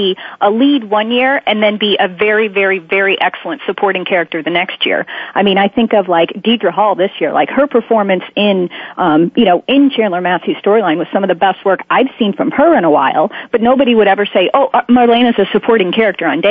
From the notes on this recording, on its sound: This week, we open the phone lines up for the entire hour to you, the soap fans. If you have comments or questions about your favorite soap, you're invited to call in during the live show.